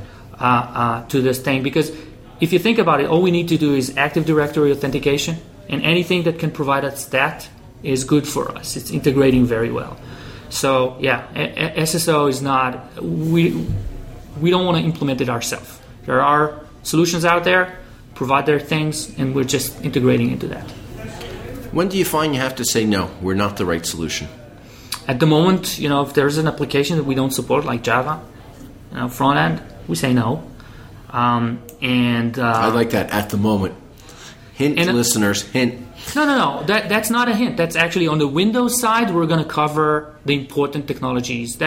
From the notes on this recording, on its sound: The last episode recorded at BriForum.